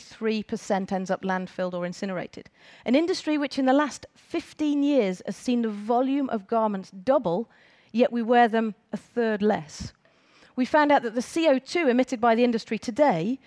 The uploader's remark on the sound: On stage at #BoFVOICES 2017